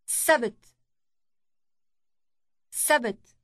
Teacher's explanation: Note the long initial S sound.